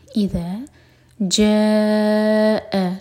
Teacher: اذا ذن کے لیے زبان اوپر والے دانتوں کو ٹچ کرے گی، تھوڑی سی ٹپ باہر ہوگی، اور ذا مد طبعی دو حرکہ. اذا جاء جاء مد متصل چار حرکہ لمبا، اس کے بعد حمزہ پر کٹ آف ساؤنڈ